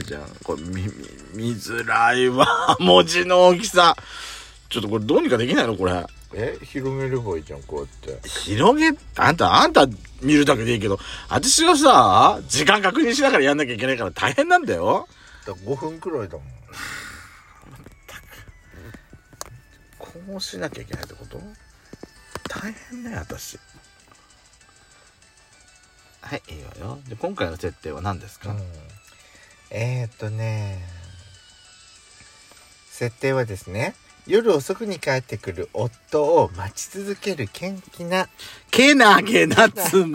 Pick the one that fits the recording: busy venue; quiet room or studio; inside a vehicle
inside a vehicle